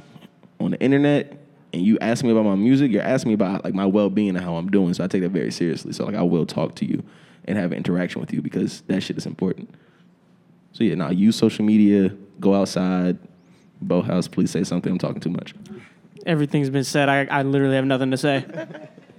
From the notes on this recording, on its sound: In a live panel recorded at Chicago Athletic Association Hotel, a collection of the city's leading production talents come together to share insights into their craft.